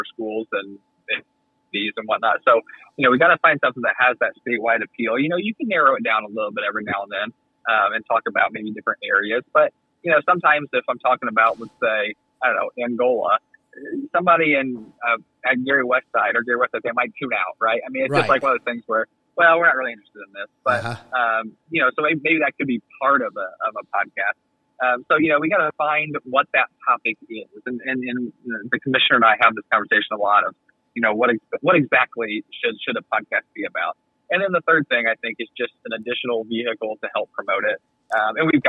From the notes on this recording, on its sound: called into the garage